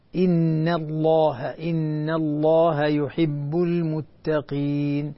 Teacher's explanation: انتبهي للنون المشددة التي قبل لفظ الجلالة حتى ما تفخم